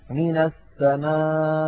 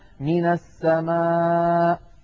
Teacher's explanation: عندنا أيضا من حالات النبر عندما نقف على مد متصل، يعني حرف مد وبعده همزة، عندما نقف عليه الهمزة يا إخواننا تخرج بتصادم طرفي الحلقوم عند مخرجها أقصى الحلق · Shown in: first take